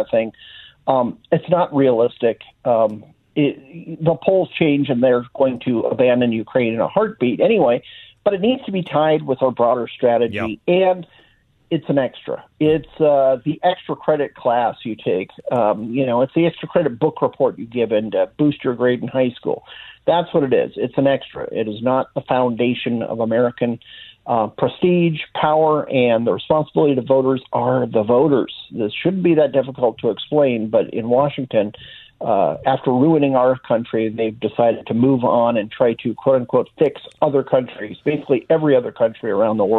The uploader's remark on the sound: joins by phone